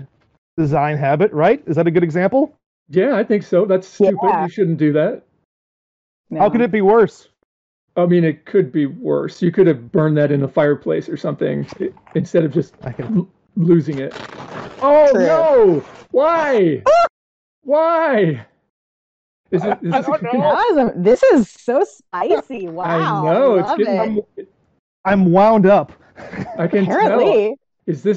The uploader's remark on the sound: Recorded at Metatopia Online 2021